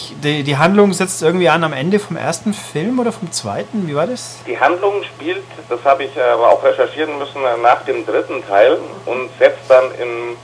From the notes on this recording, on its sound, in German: Wir lassen uns von technischen Problemen bei der Aufnahme und mangelnder spielerischer Qualität doch nicht schrecken! In angemessenem LowFi-Ambiente.